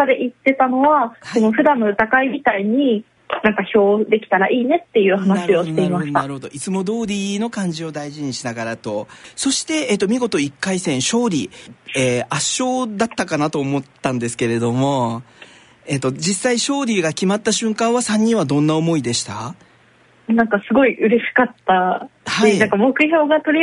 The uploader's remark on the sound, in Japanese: 電話インタビューを交えてお送りします